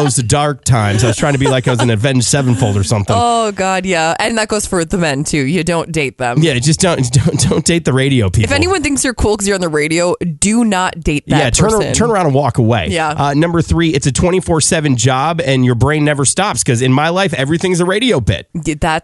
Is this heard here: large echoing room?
no